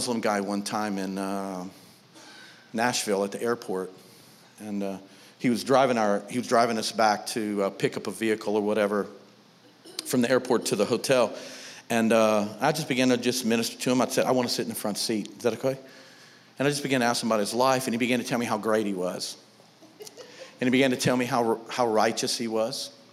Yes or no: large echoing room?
yes